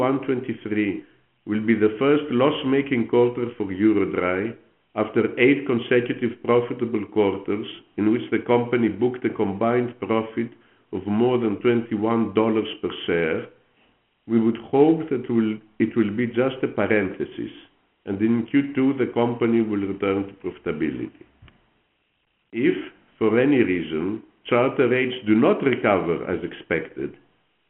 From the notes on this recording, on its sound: during the Company's Q4 2022 Earnings Conference Call